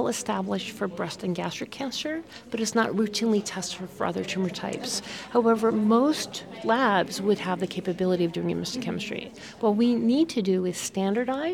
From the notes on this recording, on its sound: Recorded live at the American Society of Clinical Oncology (ASCO) Annual Meeting.